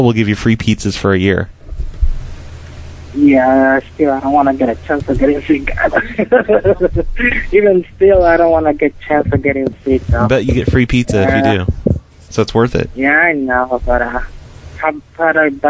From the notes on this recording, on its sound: Prank Phone Calls